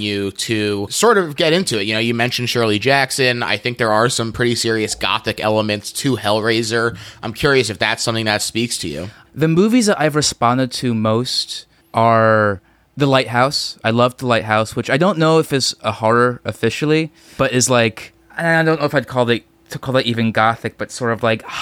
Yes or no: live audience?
no